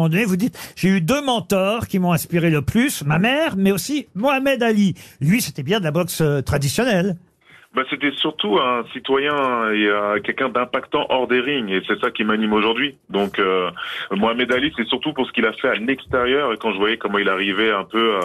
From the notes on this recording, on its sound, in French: au téléphone des Grosses Têtes